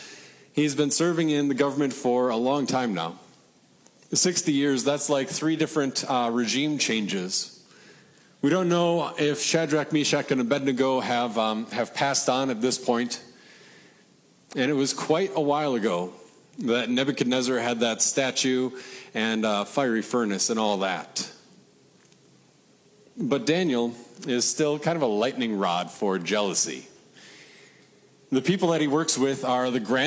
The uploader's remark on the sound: Regional Reformation Festival sermon preached at Peace (ELS) in Deshler, OH.